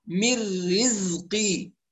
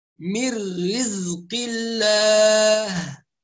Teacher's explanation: وطبعا ازاي بعد الراء محتاجه ضبط، فحرف الزاي مجهورة، الزاي مجهورة ما فيش فيها نفس · Shown in: second take · فمن الخطأ ان احنا نقول رزقي، وده بنسمعه كتير جدا، من رزق الله، لا لا يصح، من رزقي.